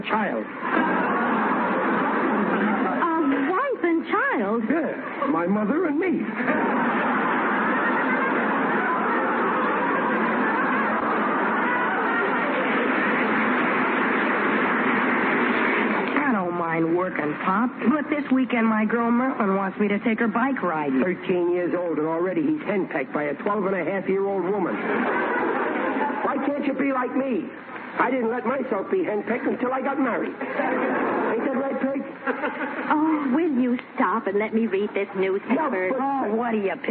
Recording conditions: live audience